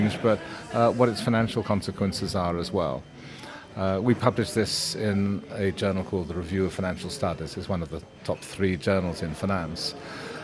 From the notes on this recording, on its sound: The second of two episodes recorded in partnership with CFA UK at their conference on the topic of ESG Investing and the associated practical realities, where we spoke to a number of the speakers from the event.